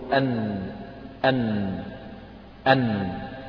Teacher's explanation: يعني النون من طرف اللسان ويلامس جزءا من اللثة تحت الجزء الذي يعني يقع فيه التلامس في اللام · Term: مخرج النون